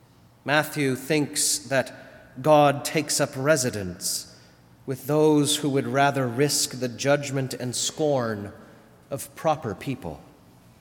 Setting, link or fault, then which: setting, large echoing room